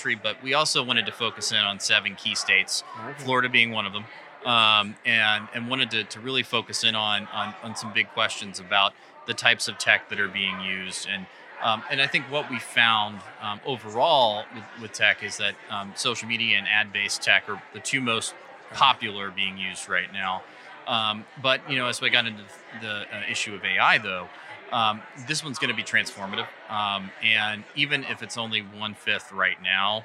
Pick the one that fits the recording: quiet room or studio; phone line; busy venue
busy venue